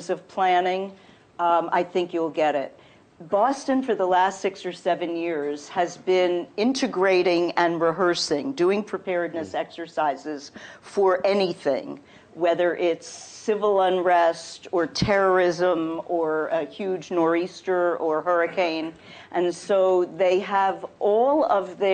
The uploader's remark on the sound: Was recorded live at the Institute's Alma and Joseph Gildenhorn Book Series.